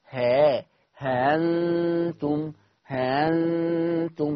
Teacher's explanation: الهمزة اللي أنا بسهلها مفتوحة يبقى تتردد بين الهمزة والألف · Term: التسهيل